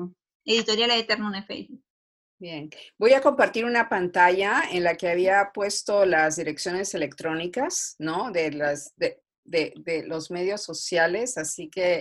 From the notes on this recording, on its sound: In this Zoom-podcast